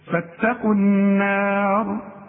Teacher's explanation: الراء هي المفخمة، لكن النون والألف بتاعتها المجاورة ليها مرققة